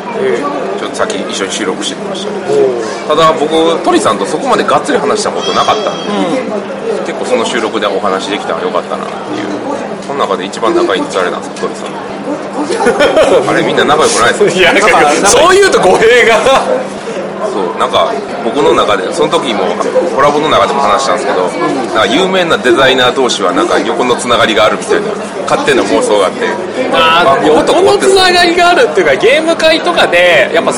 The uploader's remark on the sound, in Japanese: 秋葉原のカフェで録音